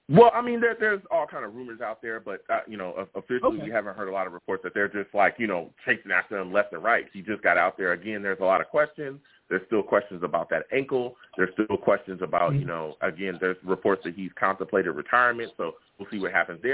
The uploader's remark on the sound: I take live callers!